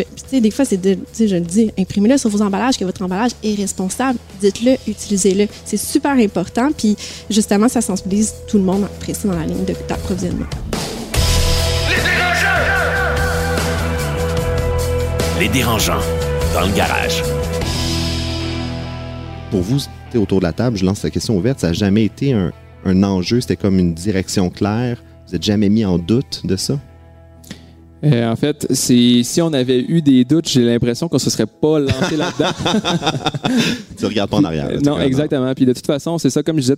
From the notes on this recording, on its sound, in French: Un épisode enregistré devant un public de feu dans le cadre du RDV Réseau mentorat 2022.